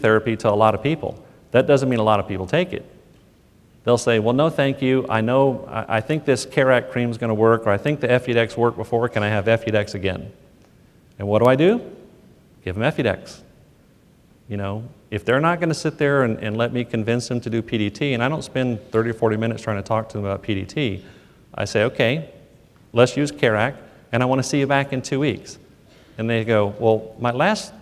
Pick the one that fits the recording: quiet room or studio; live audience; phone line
live audience